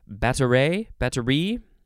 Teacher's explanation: The emphasis is on the last syllable